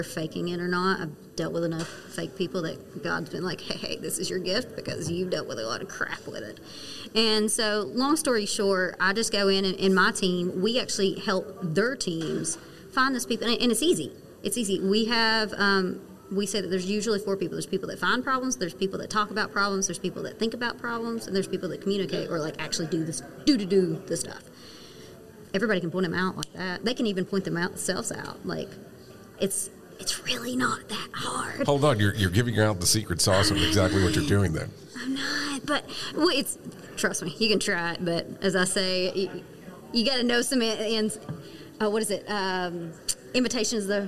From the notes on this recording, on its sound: Broadcasting live from Safety Day 2021 - Presented by the ACFS. During this live recording at Safety Day 2021. Some of the interviews that I was able to do in person at safety day 2021.